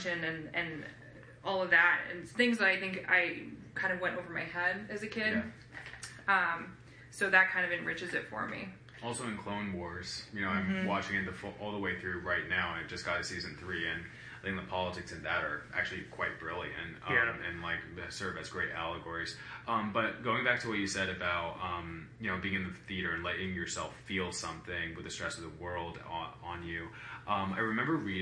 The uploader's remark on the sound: Live from Star Wars Celebration